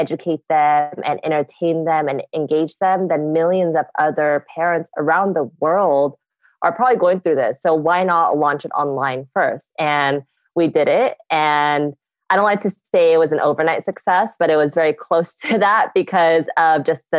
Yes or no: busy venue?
no